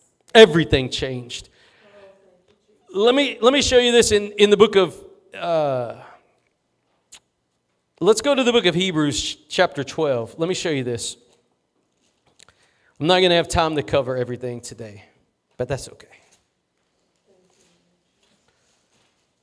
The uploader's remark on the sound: Preached at Gospel Lighthouse in Bossier City, La.